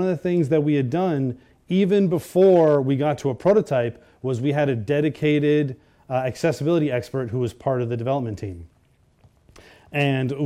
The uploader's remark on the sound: A talk at the 2018 Gaming Accessibility Conference